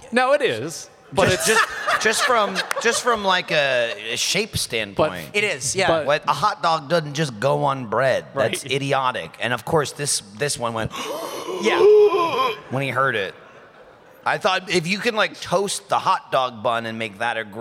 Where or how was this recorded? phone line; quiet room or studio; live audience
live audience